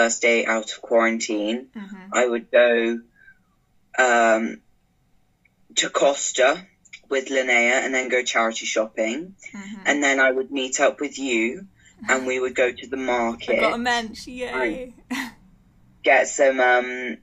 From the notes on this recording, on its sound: first skype podcast episode